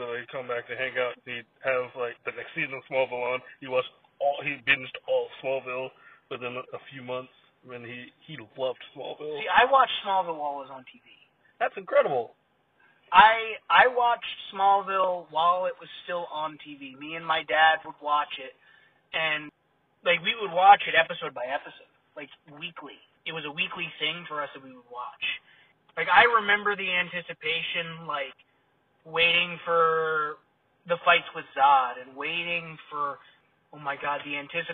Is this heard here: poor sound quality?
yes